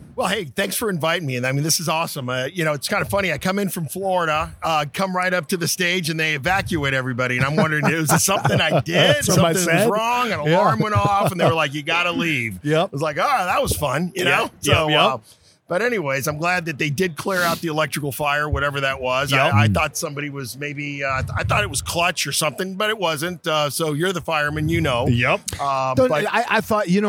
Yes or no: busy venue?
yes